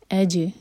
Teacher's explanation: جیم پر ہے سکون تو جیم پر قلقلہ کریں گے، جیم کو باؤنس کریں گے